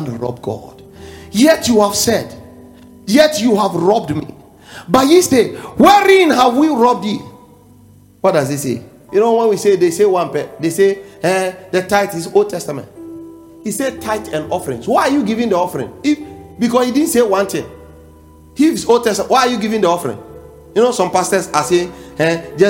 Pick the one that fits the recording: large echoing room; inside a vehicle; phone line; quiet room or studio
large echoing room